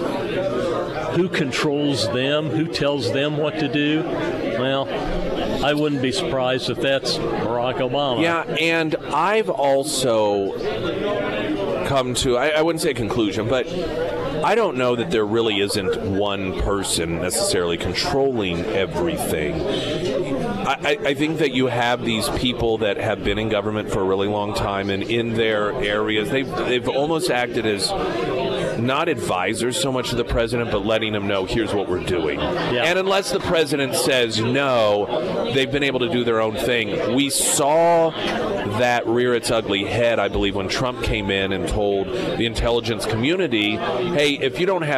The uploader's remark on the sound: live at Scramblers Diner for Heroes Breakfast